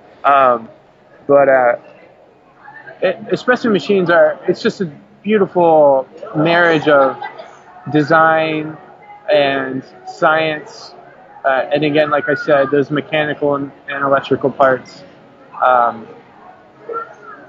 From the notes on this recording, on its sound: Pardon the audio quality on this one. Who is sitting in a rustling café in the middle of Seattle WA.